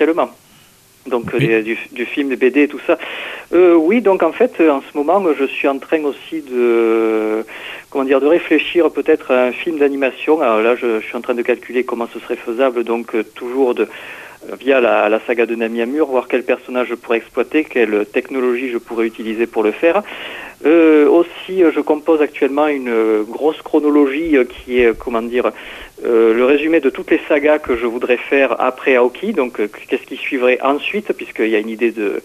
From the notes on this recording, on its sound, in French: Reçoit par téléphone le romancier.